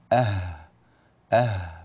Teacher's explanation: الهاء يعتمد على مخرجه وهو أقصى الحلق